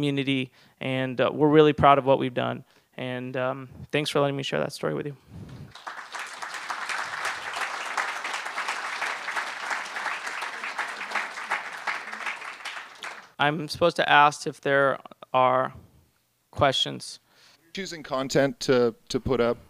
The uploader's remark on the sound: SF MusicTech Summit X - February 13, 2012 - Special Presentation